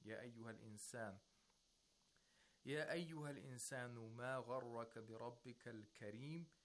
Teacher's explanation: on the word Kareem, he has a rising intonation because it's a question